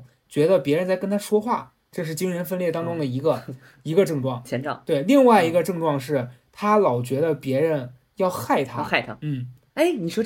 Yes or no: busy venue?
no